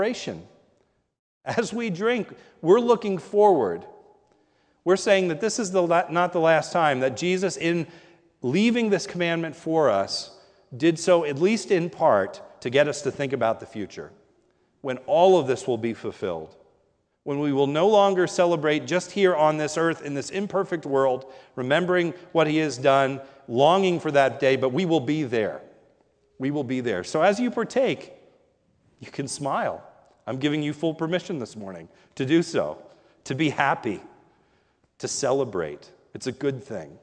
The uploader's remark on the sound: This is a sermon recorded at the Lebanon Bible Fellowship Church in Lebanon, PA during the morning service. Was preached on Communion Sunday.